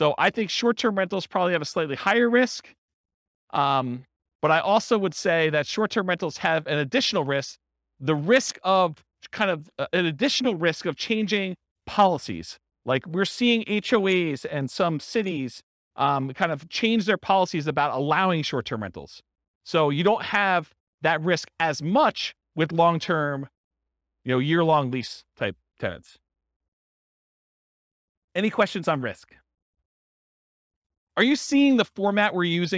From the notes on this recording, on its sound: This was a live class recorded